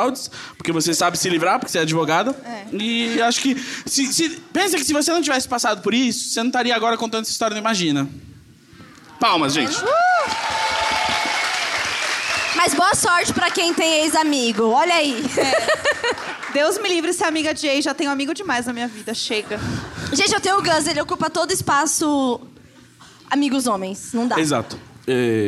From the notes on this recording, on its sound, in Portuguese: Imagina ao vivo em BH.